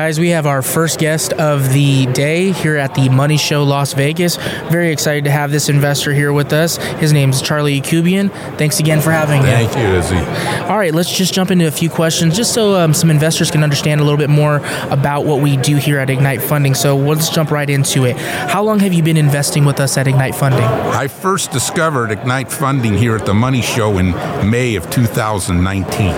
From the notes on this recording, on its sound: LIVE at MoneyShow at the Paris Hotel in Las Vegas, NV getting Investor Testimonials!